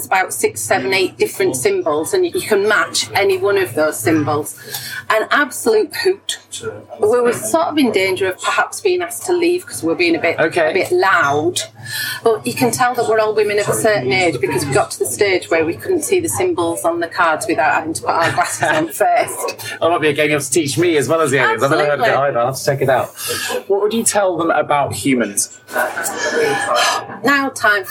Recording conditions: background noise